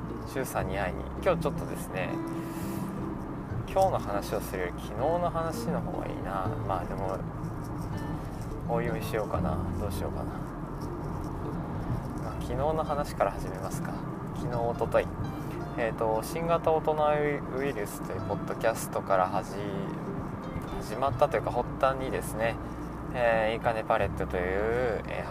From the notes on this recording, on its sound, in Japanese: いいかねPalette→宮崎間の収録です。ザラザラ雑音が入っていてすみません。